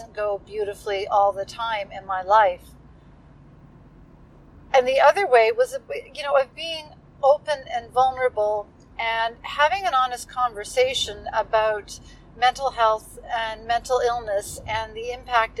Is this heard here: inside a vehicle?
yes